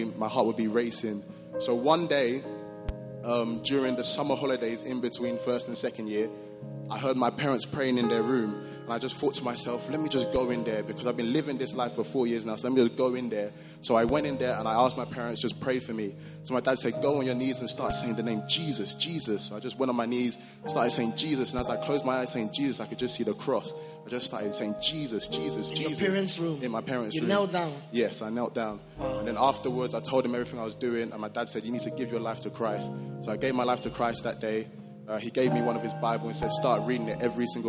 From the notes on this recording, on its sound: Preached at the Prophetic Encounter Service.